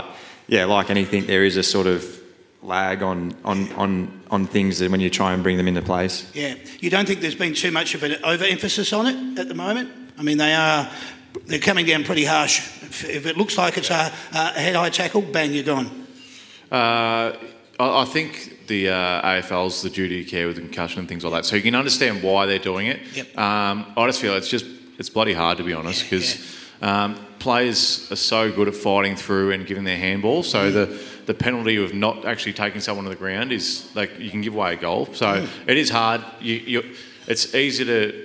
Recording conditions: live audience